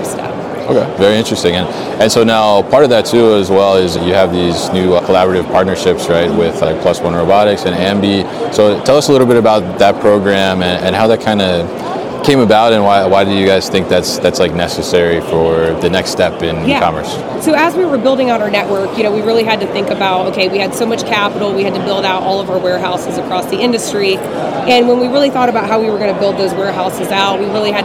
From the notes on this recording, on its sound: Live from Manifest 2023 in the Pitney Bowes booth